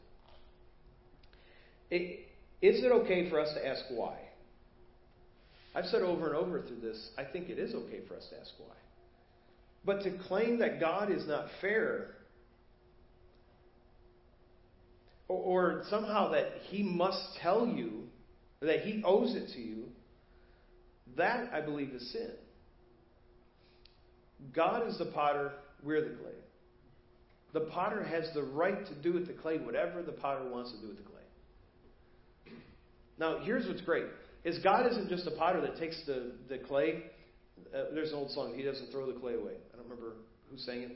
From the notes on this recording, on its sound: Preached at First Baptist Church of Hazel Park